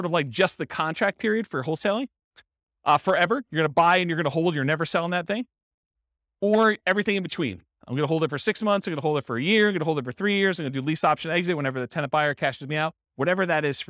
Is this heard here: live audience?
yes